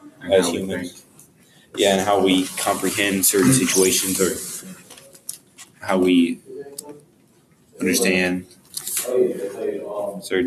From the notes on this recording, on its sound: The audio is not the best we tried though.